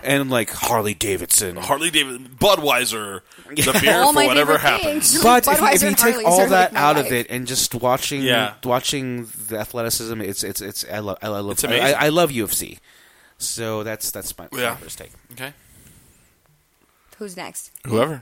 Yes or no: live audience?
no